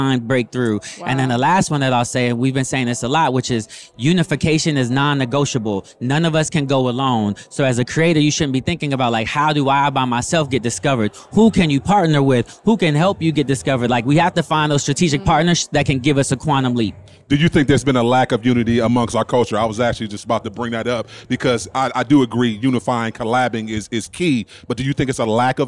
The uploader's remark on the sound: We Went LIVE at the FutureLAND Conference 2023